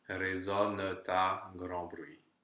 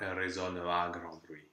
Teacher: So that T that was silent in résonne, with just a schwa at the end, becomes pronounced. · Shown in: first take · Term: liaison